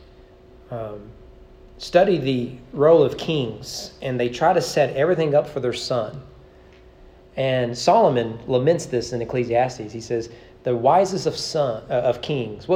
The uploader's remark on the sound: Sermon preached at East Frankfort Baptist Church on June 25, 2023 during evening worship.